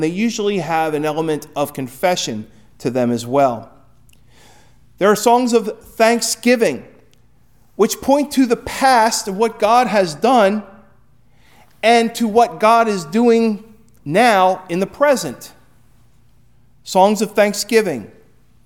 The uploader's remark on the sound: Recorded at Hudson UMC on February 14, 2024